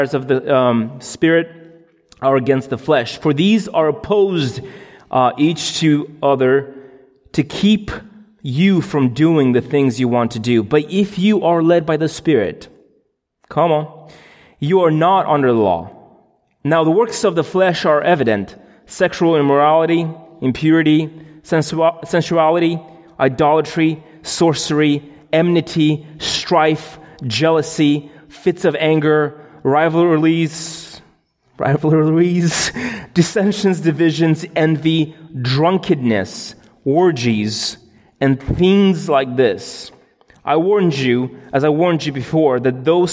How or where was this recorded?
large echoing room